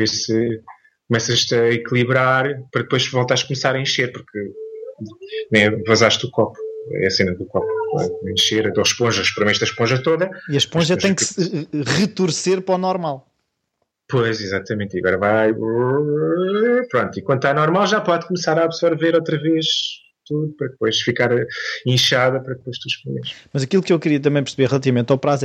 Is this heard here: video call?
yes